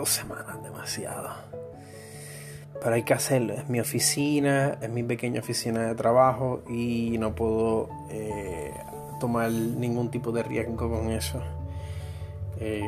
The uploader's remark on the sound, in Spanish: Este es el primer episodio grabado directo desde el mobil utilizando todas las herramientas de edición de la aplicación Anchor.